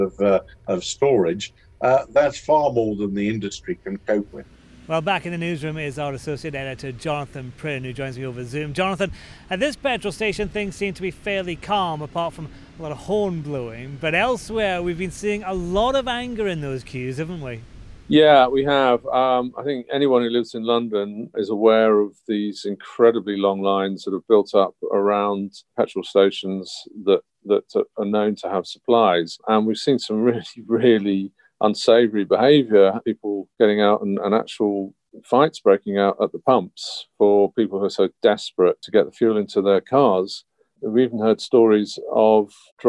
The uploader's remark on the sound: Recorded at a petrol station in East London